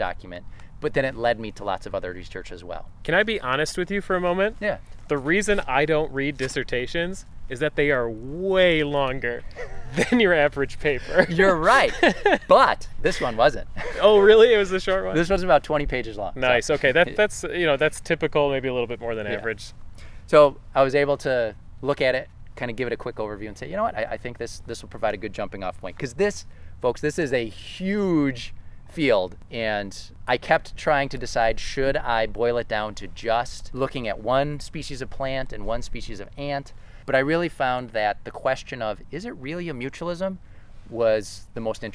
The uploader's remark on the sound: This episode was recorded at Nature View Park in Amherst, NY on April 24, 2019. Nature View is owned by the Western New York Land Conservancy .